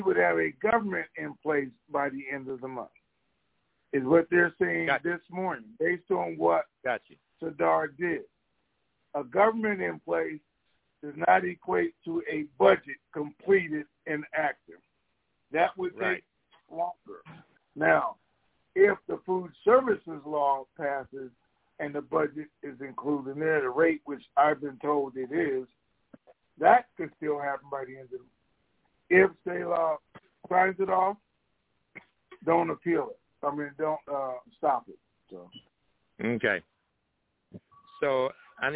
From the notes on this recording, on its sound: TNTSuperfantastic Conference Call